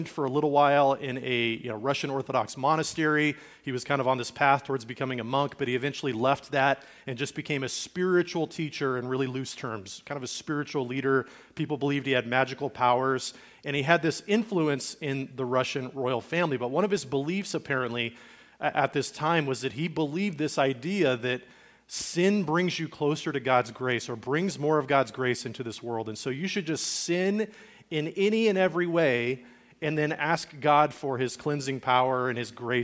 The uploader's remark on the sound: Recorded at Liferoads Church in Spokane, Washington